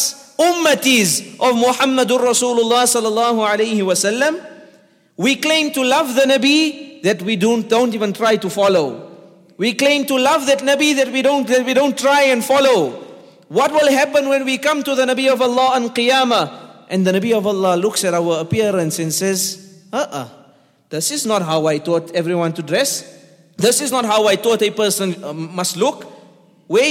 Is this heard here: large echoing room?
yes